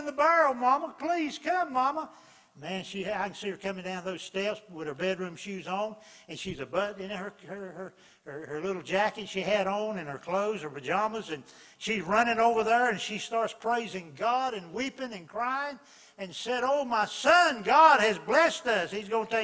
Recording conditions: large echoing room